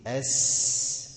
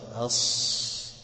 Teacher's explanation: النفس بتاع الحرف جرى معاك · Term: الهمس